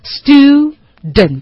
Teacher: 前面这个 s 的部分呢，嗓子不能震动